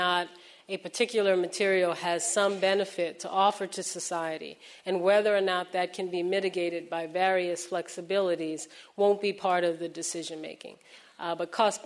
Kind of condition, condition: setting, live audience